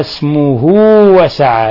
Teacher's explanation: أن يذكر فيها اسمه، اسمه وسعى، أشبعنا أشبعنا الضمة حتى انقلبت واوا، لكن هذا الإشباع يعني واو حرف مد مدي، ما بالغنا ولا زدنا أكثر من حركتين، لأن هذه صلة صورة لعدم وجود همز أو سكون وراءها، ولهذا لم نمدها يعني أكثر من حركتين. · Term: صلة صغرى